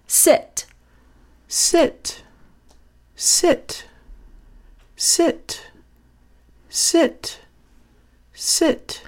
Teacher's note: hear the sound getting lighter, less deep, less throaty · Term: upward larynx sensation